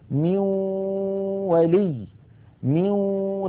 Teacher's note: الجزء اللساني في النون انعدم وتحول إلى واو، وأن الغنة قد بقيت · Term: الإدغام بالغنة